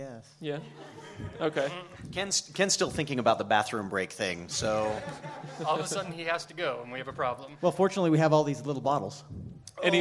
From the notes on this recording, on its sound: LIVE from Salt Lake Comic Con. Joined by a live audience at Salt Lake Comic Con. Chosen topics were quickly discarded in favor of nerdy games and audience participation.